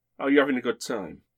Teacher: dropping the H from the start of the word or the G from the end